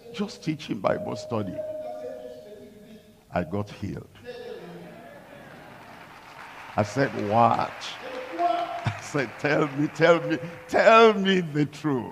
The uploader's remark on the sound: Live from Lomé, Togo.